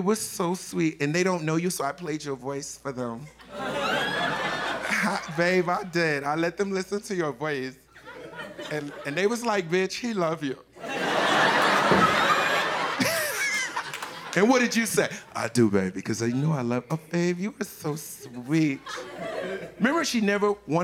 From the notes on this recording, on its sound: Live from Tribeca